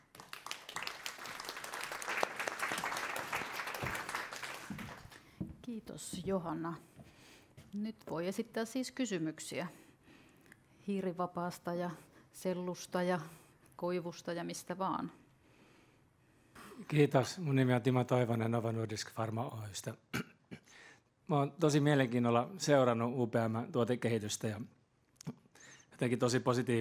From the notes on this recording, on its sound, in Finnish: ÄLY2022-tapahtuma järjestettiin 12.5.2022 hybridimuotoisena kutsuvierastilaisuutena Pikku-Finlandiassa sekä kaikille avoimena online-tapahtumana. Tämä jakso on myös historian ensimmäinen ÄLYcast LIVE -taltiointi.